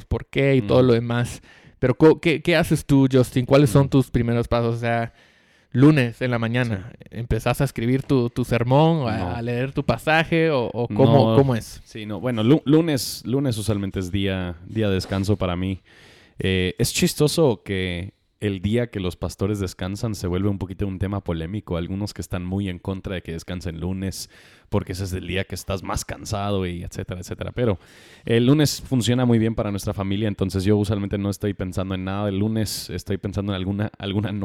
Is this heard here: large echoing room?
no